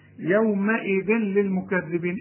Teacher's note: التنوين اللي بعده لام انت عارف مفيش غنة، إضرام كامل بدون غنة.